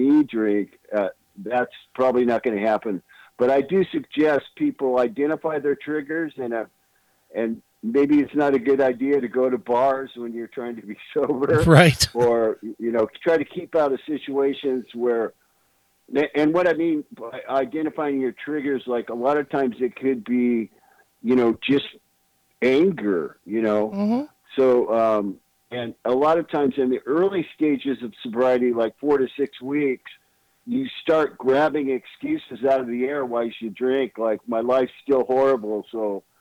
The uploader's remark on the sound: called